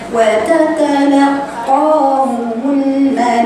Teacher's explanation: القاف ما فيهاش نفس والمد ما فيهوش نفس، هديها قوية